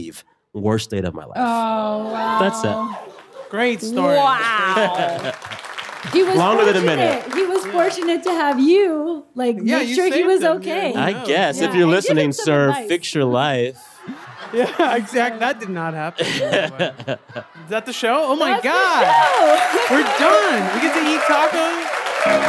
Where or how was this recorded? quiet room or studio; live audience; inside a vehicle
live audience